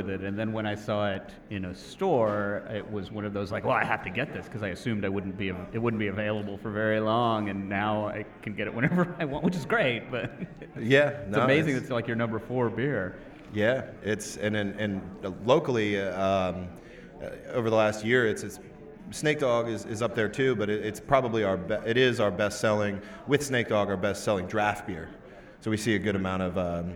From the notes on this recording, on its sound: Flying Dog Brewery LIVE! Visit Flying Dog Brewery in Frederick, Maryland.